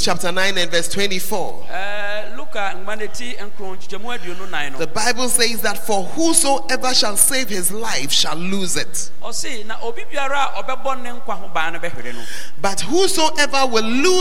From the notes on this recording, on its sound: on Day 2 Evening at The Art of Evangelism Conference, CPIC-Dormaa Ahenkro